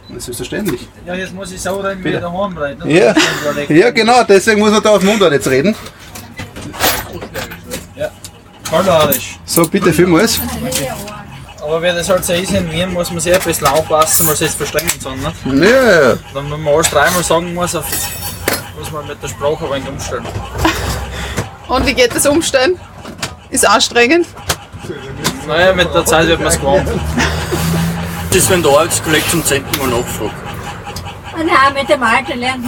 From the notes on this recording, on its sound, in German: Live vom Würstelstand „Zum scharfen René“. Den Würstelstand am Schwarzenbergplatz im ersten Bezirk in Wien.